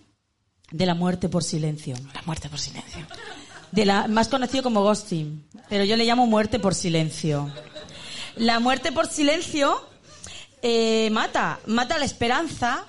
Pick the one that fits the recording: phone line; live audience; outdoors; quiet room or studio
live audience